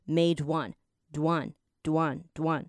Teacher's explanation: made one 这边你要把它那个 d 跟 one 要念在一起，变成 madeone，one，one，one。那如果你把它想象成字母的话，就会变成 dWAN 这